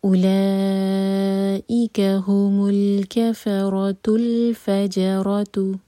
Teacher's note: ہم کا جو میم ساکن ہے اس پر دومہ لگا کر لام ساکن سے جوڑا گیا، کیونکہ آلریڈی میم پر دومہ لگا ہوا ہے تو ہمیں رول کا پتہ نہیں چل رہا، لیکن یہاں پر ہم دو ساکن کو ملانے والا رول ادا کر رہے ہیں.